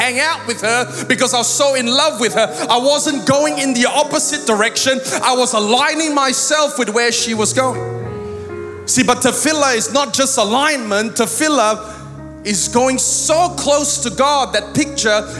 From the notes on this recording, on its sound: Recorded live at Planetshakers Church (Melbourne).